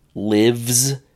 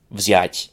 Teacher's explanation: in English, it's common to have a vz at the end of a word, but not at the beginning of a word.